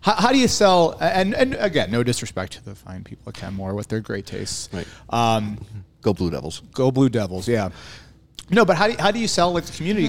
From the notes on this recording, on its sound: we're on location at Black Iron Bystro